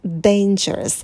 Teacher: А у нас в начале дифтонг A, мы улыбаемся, держим оскал, рот минимально открываем.